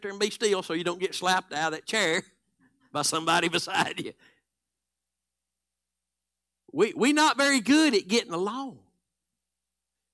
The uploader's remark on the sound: Live Wednesday Evening Service